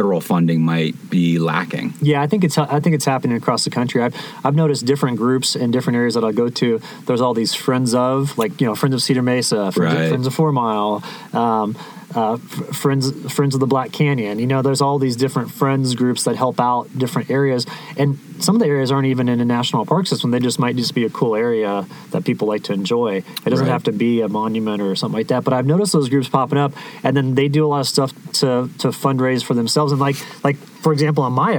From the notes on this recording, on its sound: This episode was recorded at an unbelievable dispersed camping spot called Muley Point located high up on Cedar Mesa. We very much enjoyed catching up by the campfire on a 2,000ft ledge!